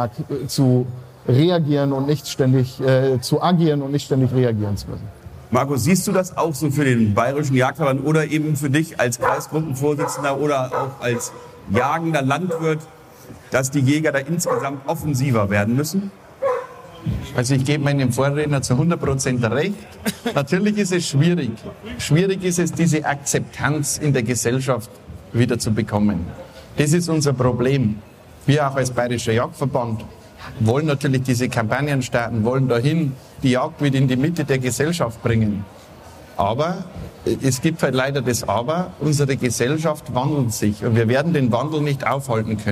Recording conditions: busy venue